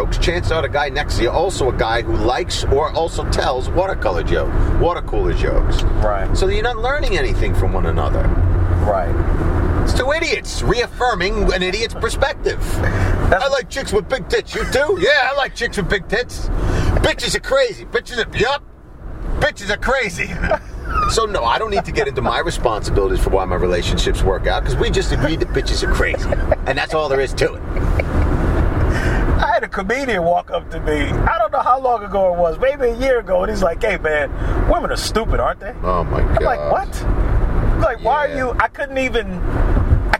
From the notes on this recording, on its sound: Dropped him off to catch his train on the way out of town. In the car on the way, this conversation took place.